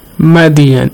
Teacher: the letter Dal has a bouncing sound. An echoing sound, good. · Term: weak qalqala